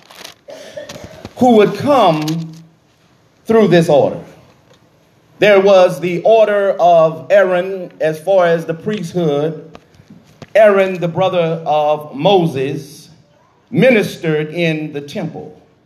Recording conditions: large echoing room